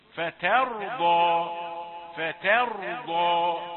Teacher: لماذا؟ لأن المأزق أنه التقى بتاء مرققة ثم براء وضاد مفخمتين، فهو يريح نفسه ويفتح الفم فتحة واحدة ويقول فترضى وانتهت المسألة عنده.